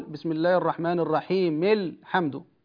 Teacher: الحمد هذه همزة وصل، عند الوصل تسقط، نقول بسم الله الرحمن الرحيم الحمد، تسقط الهمزة.